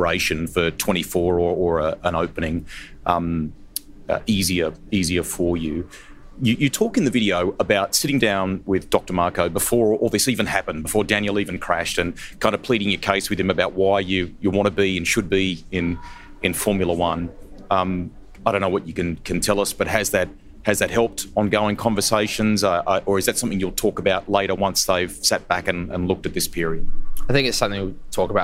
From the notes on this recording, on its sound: Live from the Singapore GP. Live from the heart of Singapore ahead of the Grand Prix.